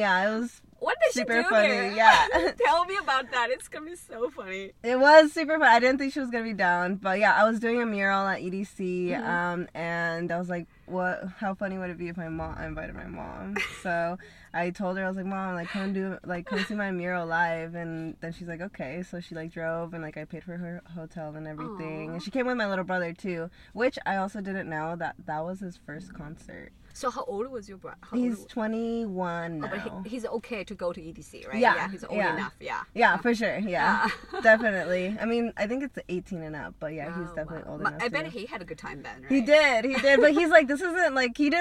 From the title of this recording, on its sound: In The Car